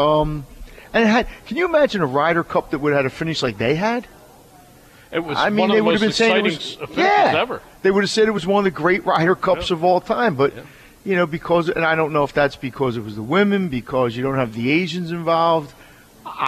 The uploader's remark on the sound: This program originated from the Tun Tavern at the Sheraton Atlantic City, NJ.